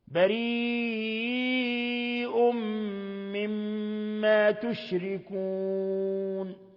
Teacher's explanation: بريء مد متصل يمد من 4 إلى 5 حركات، ثم تنوين ضم جاء بعده الميم إضغام بغنة، ثم ميم مشددة تغن مقدار حركتين حرف غنة مشدد، ثم الوقف على نون تشركون بثلاثة العارض القصر والتوسط للإشباع لسائر القراء.